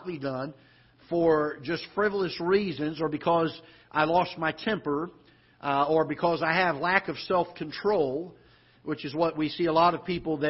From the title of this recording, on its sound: Ketha Heights Baptist Church ~ Live Broadcast